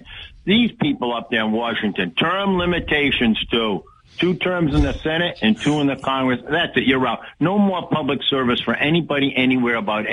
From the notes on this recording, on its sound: take calls from the audience